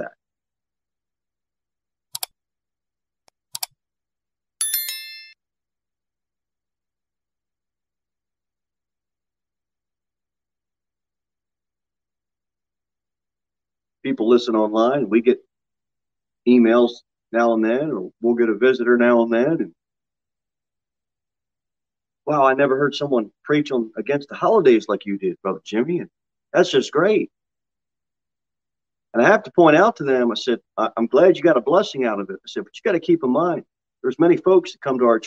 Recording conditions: large echoing room